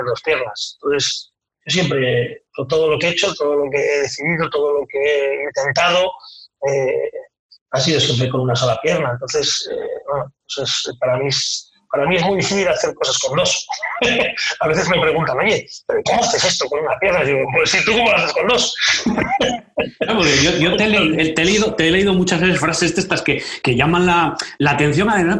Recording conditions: poor sound quality